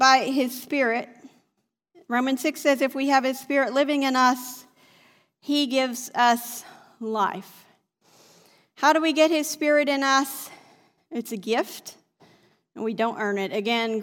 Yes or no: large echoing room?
yes